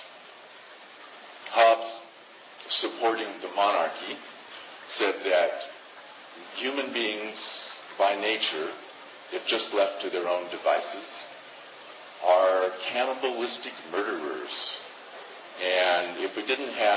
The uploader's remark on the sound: 2006 Palenque Norte lecture at Burning Man